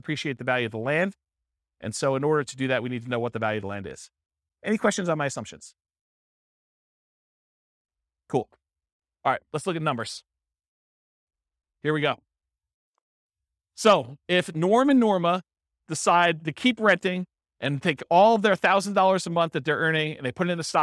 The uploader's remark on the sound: This was a live class recorded